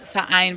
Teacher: nach der Vorsilbe des, vom Ver, habe ich das, so ein kurzes Stopp, Verein, weil ich sage nicht Verein, sondern Verein.